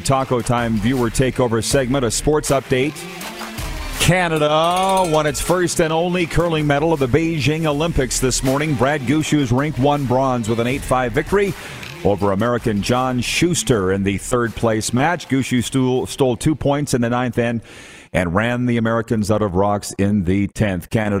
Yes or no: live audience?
yes